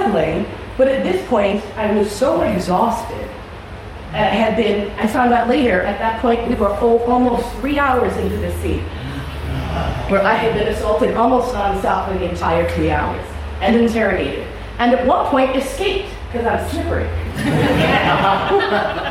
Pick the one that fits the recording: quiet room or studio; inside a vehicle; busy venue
busy venue